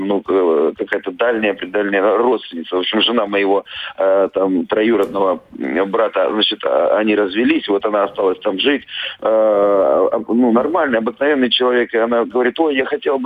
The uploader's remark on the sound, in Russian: (по телефону)